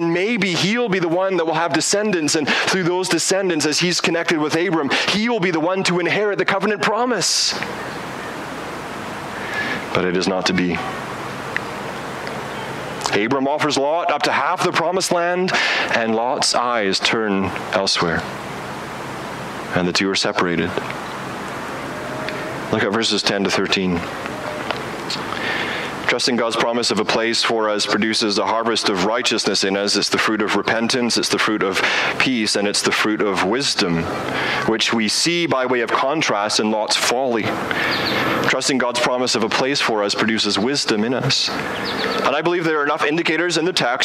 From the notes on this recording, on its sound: Preaches outdoors